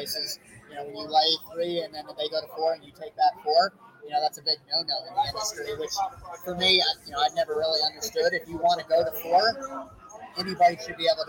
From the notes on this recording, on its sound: Are in Vegas to sign up for the Circa contest (apologies for the audio quality).